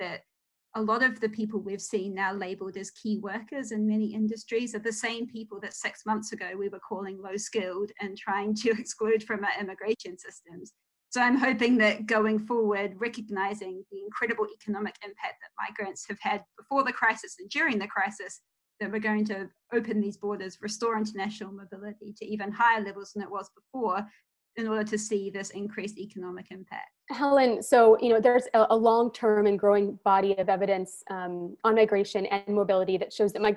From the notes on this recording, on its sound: Were joined on Zoom by our Chief Economist.